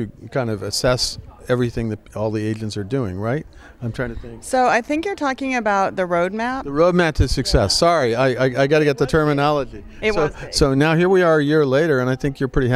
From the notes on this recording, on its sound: At the CoNexion conference last month.